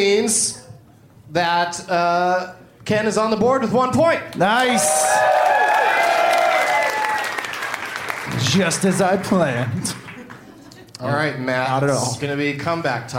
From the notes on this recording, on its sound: Live from Boston's Brighton Music Hall